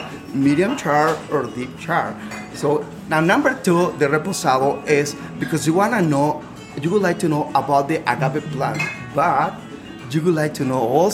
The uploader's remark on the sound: record LIVE inside their favorite EPCOT attraction, La Cava del Tequila!